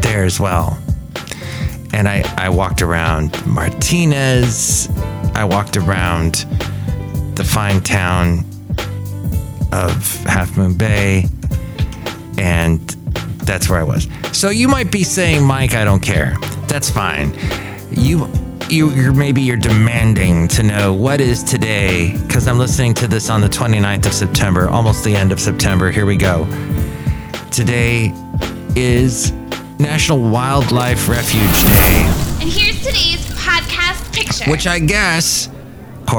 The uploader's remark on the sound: podcasts live from Café Anyway